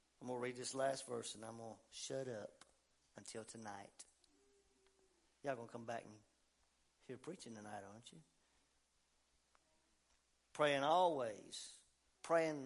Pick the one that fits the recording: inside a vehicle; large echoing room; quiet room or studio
large echoing room